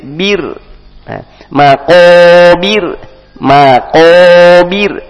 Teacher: Zur tumul maqabir, di sini tipis ro-nya menggunakan qaf, maqabir dengan senyuman, tentunya dengan senyuman, ma tipis, qaf tebal, maqabir, maqabir dengan tipis, ma dengan senyum, qaf tebal, bir ro-nya kemudian tipis